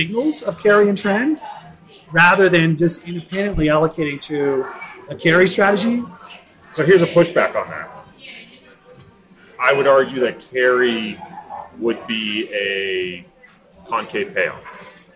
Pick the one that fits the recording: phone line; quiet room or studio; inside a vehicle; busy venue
busy venue